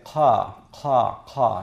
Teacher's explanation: It's just like a K, except it's further back in the mouth. The back of the tongue touches the uvula, and so you don't say ka, you say ka, ka, ka.